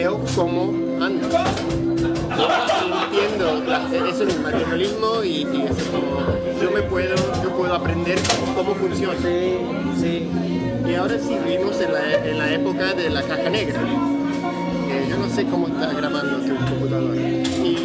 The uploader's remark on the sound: live from Café Kick--in Spanish